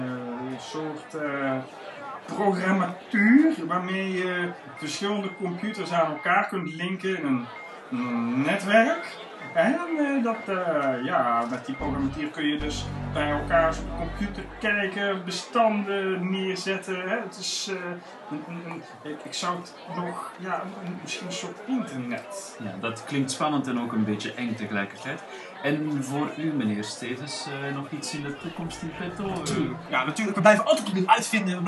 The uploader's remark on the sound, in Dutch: Pixelburg brengt live verslag vanaf de vierde Pixelburg Electronica Braderie.